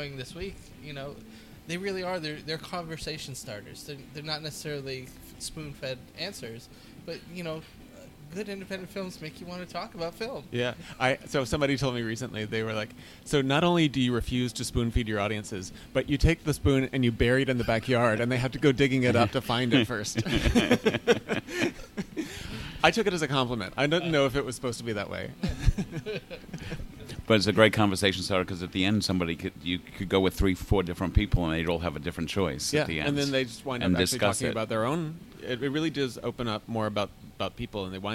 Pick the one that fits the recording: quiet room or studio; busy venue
busy venue